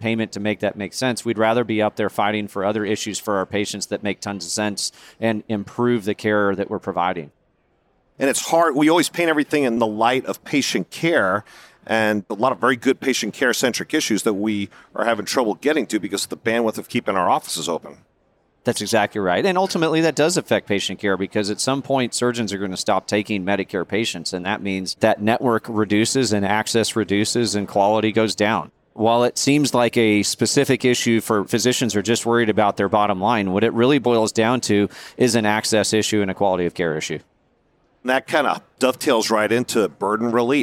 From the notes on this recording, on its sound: Recorded live at the 2023 Annual Meeting.